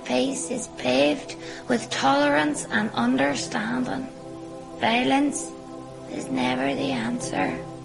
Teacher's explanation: It is a very sing songy accent, and the intonation goes up a lot.